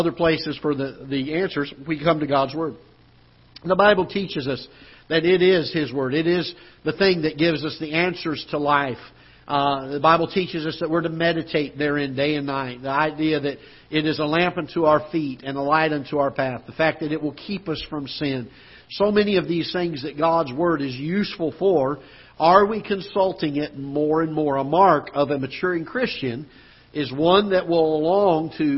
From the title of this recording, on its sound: Ketha Heights Baptist Church ~ Live Broadcast